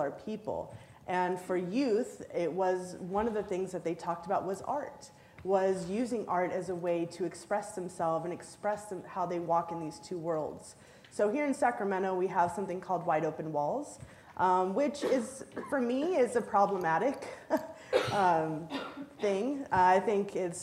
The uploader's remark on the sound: Joined onstage by the rest of the symposium’s presenters.